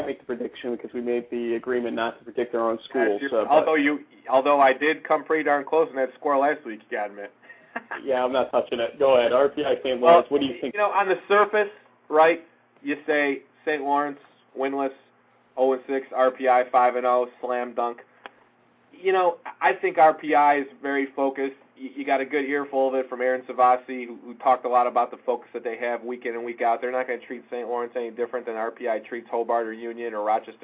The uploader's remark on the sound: The ONLY weekly call in show devoted to in-depth and exclusive coverage and analysis of Liberty League college football.